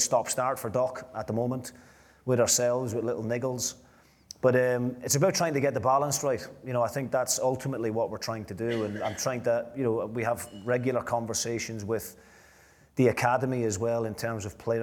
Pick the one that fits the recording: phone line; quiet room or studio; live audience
live audience